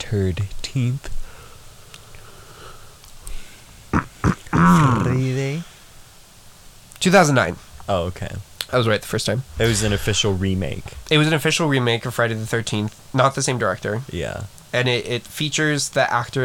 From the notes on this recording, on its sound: Enjoy the crunchy audio quality